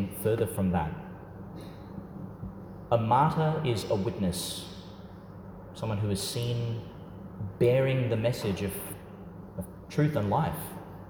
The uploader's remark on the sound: delivered at St Peter Chanel Church, Tannum, Qld.